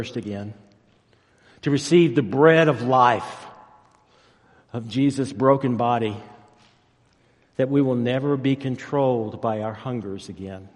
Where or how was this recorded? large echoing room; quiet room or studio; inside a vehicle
large echoing room